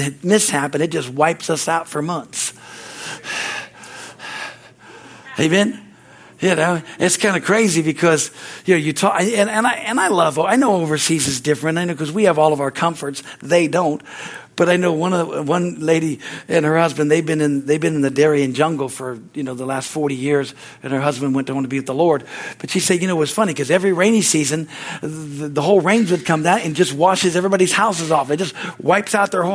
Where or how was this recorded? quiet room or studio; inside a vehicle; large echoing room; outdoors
large echoing room